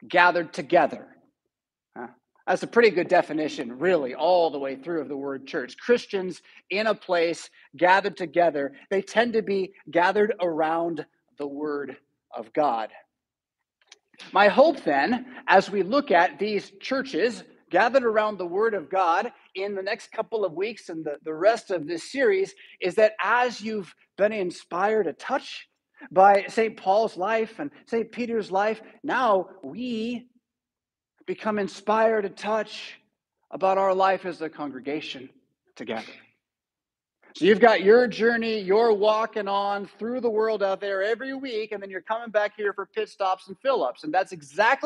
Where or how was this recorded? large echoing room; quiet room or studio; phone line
large echoing room